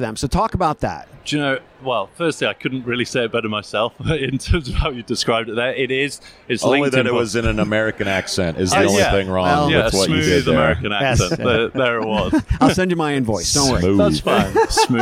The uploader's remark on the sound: Live from UNLEASH America in Las Vegas